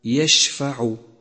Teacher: خامسا، لاحظ صفة التفشي لحرف الشين من كلمة يشفع. يشفع، والتفشي يعني انتشار الشين في الفم، وهو الحرف الوحيد للتفشي